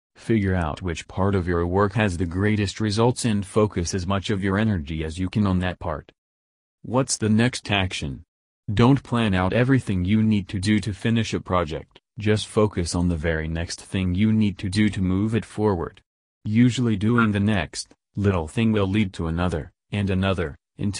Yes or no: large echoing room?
no